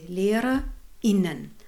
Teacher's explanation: In the inclusive form in German, like Lehrerinnen, you make this glottis stop.